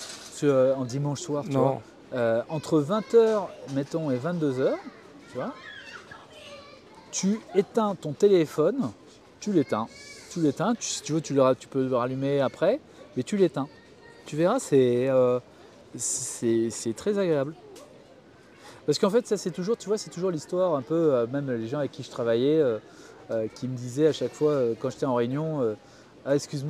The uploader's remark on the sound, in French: Cet épisode a été enregistré au Jardin du Luxembourg à Paris. Micros Rode Wireless Go II et application Rode Connect (Mac OS).